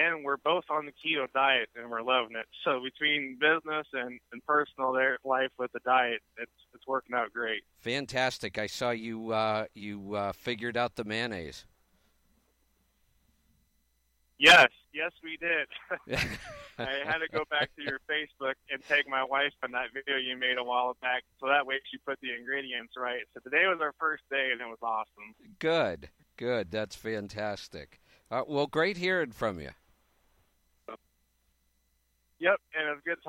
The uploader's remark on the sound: Call in Question and Answer Show